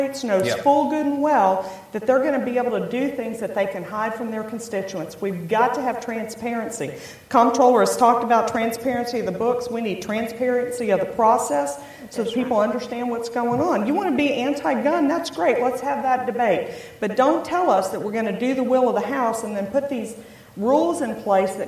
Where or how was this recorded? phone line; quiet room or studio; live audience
live audience